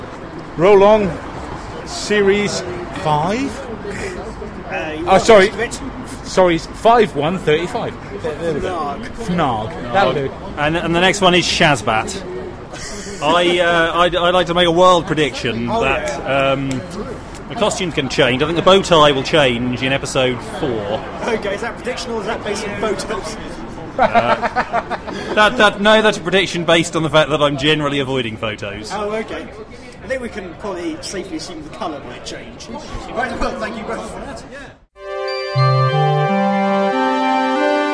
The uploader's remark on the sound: The Eleventh Hour London Launch Event. Recorded at the London Launch Event for Doctor Who: The Eleventh Hour. Both on and off mic.